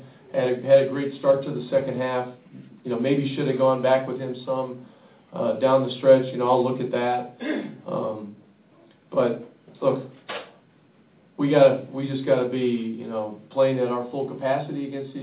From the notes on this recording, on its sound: Live from San Antonio. Live from the AT&T Center in San Antonio.